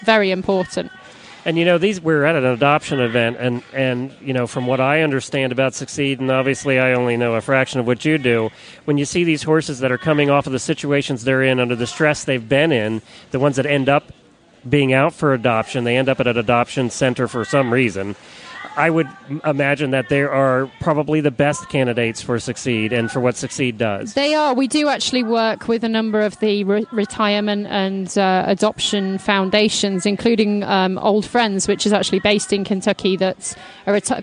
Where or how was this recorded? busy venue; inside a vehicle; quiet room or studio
busy venue